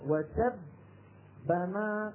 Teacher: الباء الأولى الساكنة هنا خرجت بالتصادم بين طرفي عضو نطقي